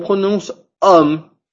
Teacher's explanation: À cause de ces deux M, à cause de ceci, le son ne se prononce pas comme un on, on va le prononcer comme un M. Donc, on va prononcer la O normale et la M normale comme différentes.